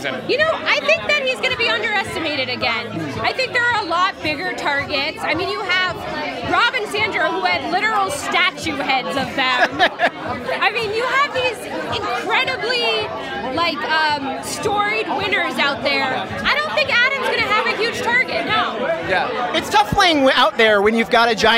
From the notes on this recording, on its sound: Interviews From the Survivor: Winners at War Premiere Red Carpet. Red carpet on premiere night to grab interviews with some of Survivor's biggest stars.